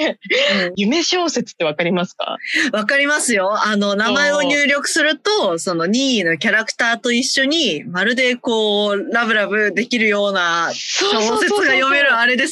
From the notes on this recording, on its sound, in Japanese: 今週もリモート収録です。